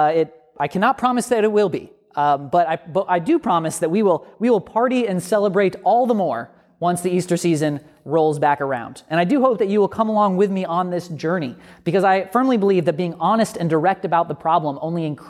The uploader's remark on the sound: A sermon from Grifton United Methodist Church